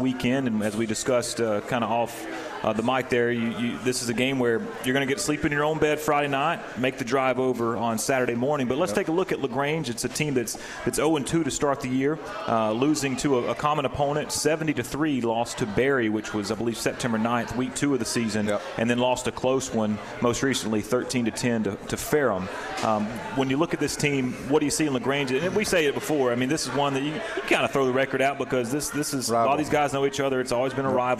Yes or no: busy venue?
yes